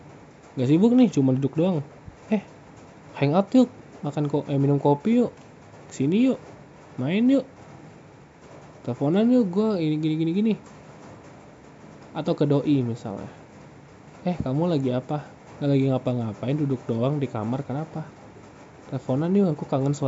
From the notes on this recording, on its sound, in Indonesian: Maaf suara hujannya gede yah.